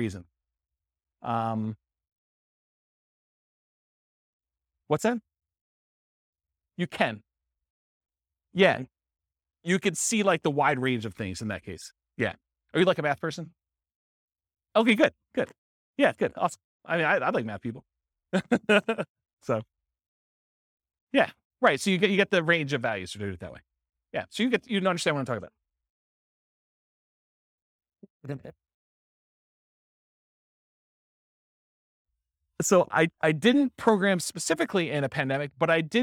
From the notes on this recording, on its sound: This was a live class recorded